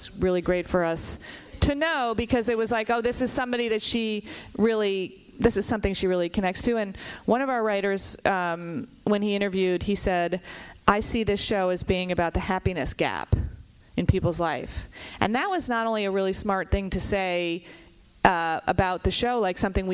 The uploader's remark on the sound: Recorded live at the LA Times Festival of Books.